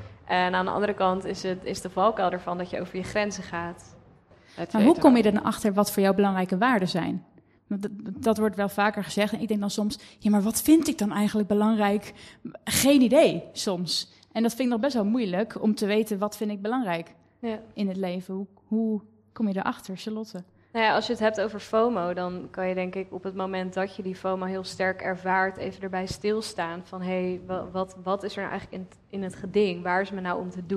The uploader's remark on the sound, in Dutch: Een live gespreksprogramma dat op 7 oktober werd opgenomen in de Serre van de Botanische Tuinen in Utrecht. Luister in deze podcast naar een compilatie van het gesprek terug.